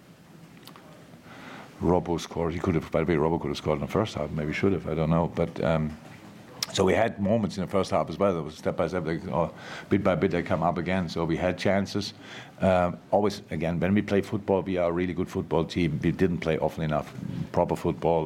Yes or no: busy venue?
yes